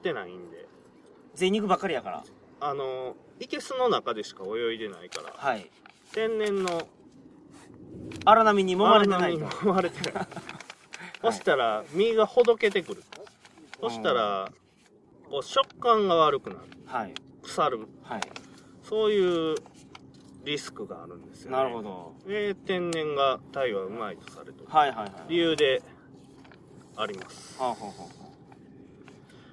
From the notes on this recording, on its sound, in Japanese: 高知県土佐市宇佐の中堤防で釣りをしながらの収録です。